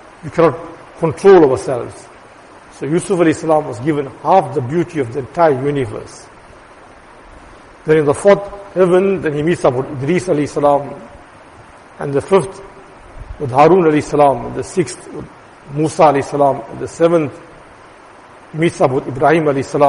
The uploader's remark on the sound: Jumuah lecture